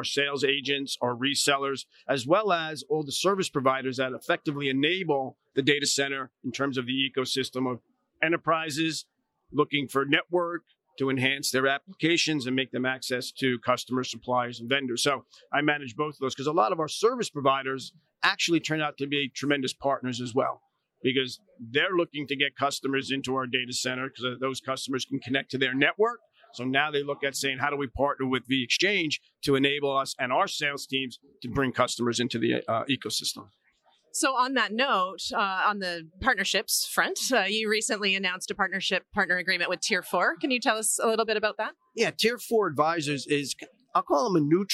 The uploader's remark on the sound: Live from PTC'20